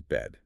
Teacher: English tolerates that voice sound in the coda